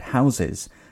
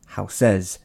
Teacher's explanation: It is also usually the root of a multisyllabic word that is stressed, rather than any grammatical elements, like how in the word houses, the stress is on house rather than es. · Shown in: first take · Houses just sounds odd.